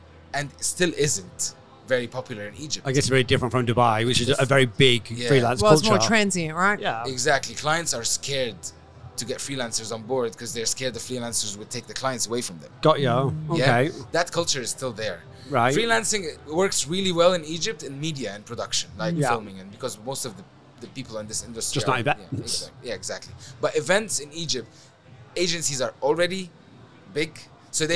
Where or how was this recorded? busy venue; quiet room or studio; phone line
busy venue